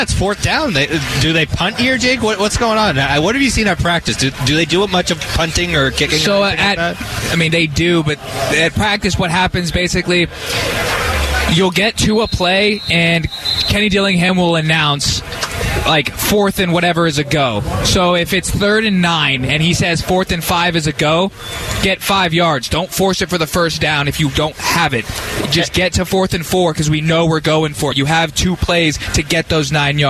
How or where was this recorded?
busy venue